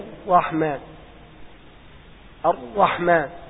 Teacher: الراء وصلت إلى الحنك الأعلى تمام، ثم أحدث تكرير، ولكن هذا التكرير يصدق بترقة أو ترقتين، التكرير يحدث مرة أو مرتين، هذا التكرير إذا زاد عن ذلك يحدث راءات، وهذا هو المحترز منه.